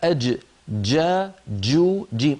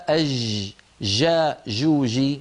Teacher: احبسي صوت الجيم، الجيم الفصيحة أج جا جو جيم، صوتها محبوس · Shown in: first take · ليس أج جا جو جي، ليست كذلك.